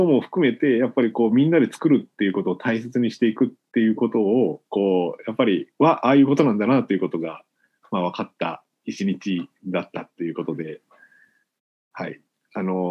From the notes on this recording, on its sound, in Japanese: みんなでつくる中国山地百年会議 の会員限定で開かれる 市 （オンライン交流会）での公開収録。